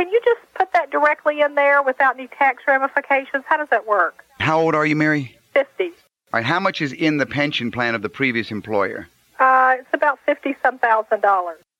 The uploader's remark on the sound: call-in show